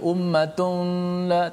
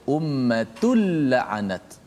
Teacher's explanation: Maka cara baca itu tanwin tu dimasukkan dalam lam secara total. · Shown in: second take · Maknanya tidak ada lagi tanwin nun tu. · Term: idgham bila gunnah